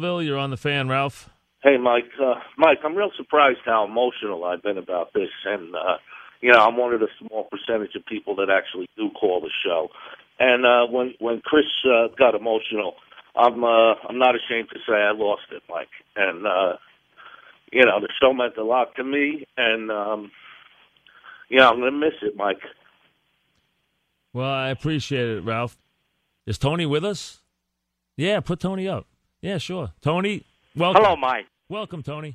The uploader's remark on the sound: called in to the show.